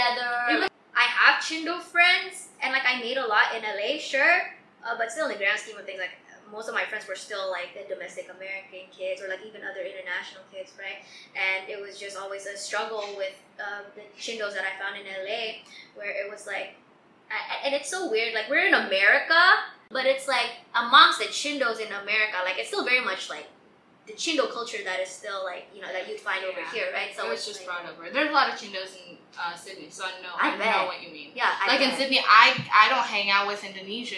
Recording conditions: poor sound quality